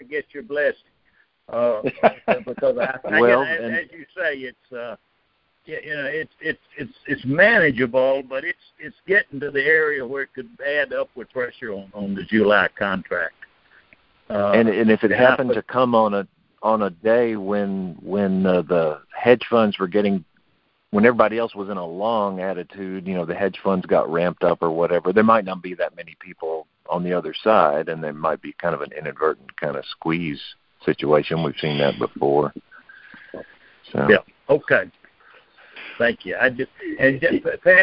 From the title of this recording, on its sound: Apr 2021 Monthly Conference Call